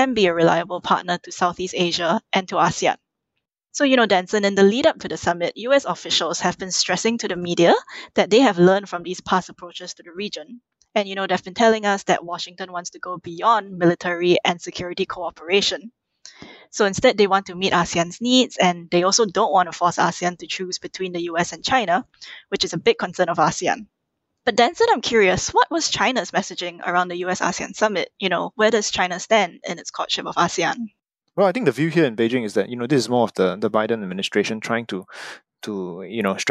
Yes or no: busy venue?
no